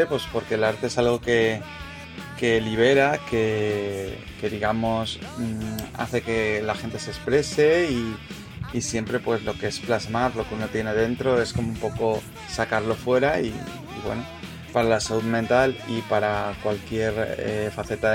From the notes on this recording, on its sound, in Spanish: Un momento mágico donde disfrutamos de música en vivo, una chara amena y un ambiente genial.